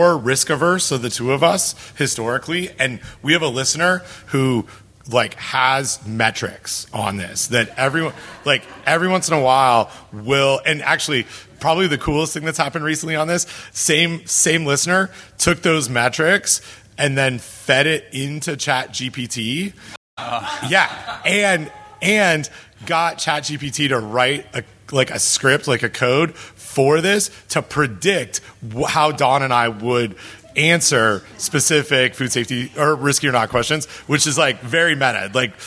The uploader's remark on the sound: Live from AFDO